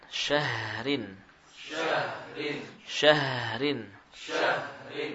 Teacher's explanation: huruf ha kita berusaha untuk memberikan haknya sebagai huruf rokhawah, apa haknya dialirkan suaranya